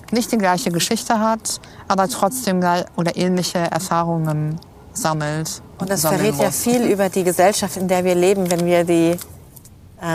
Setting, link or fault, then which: setting, outdoors